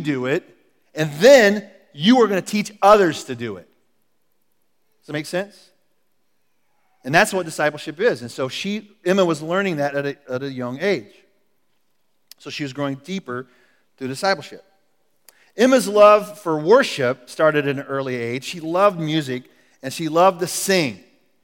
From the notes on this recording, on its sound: Recorded at The Calling Community Church located in Platte City, Missouri. Service are held in the Platte County High School Auditorium.